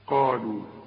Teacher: القاف دي اعلى درجات التفخيم اللي بعدها الف، قالوا ورقى قوي اللام اللي بعدها.